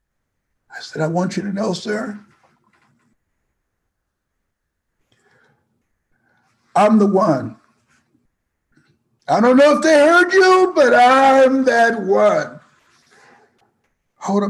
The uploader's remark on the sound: Joined me on a webinar.